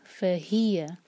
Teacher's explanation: تو ایکچوئل جو ورڈ ہے وہ ہے ہیا، تو ہمیں ہی پر زور دینا ہے